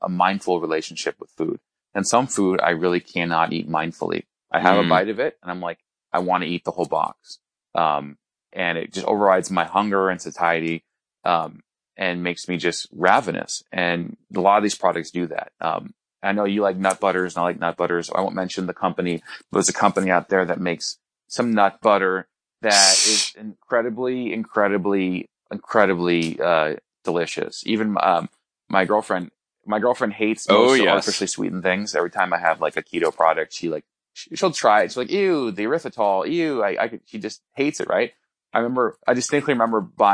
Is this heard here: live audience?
no